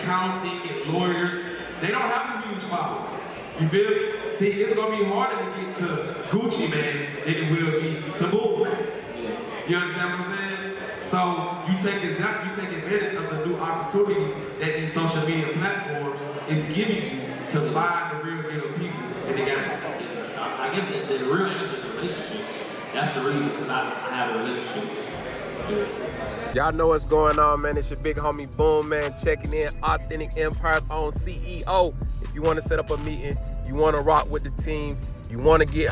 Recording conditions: live audience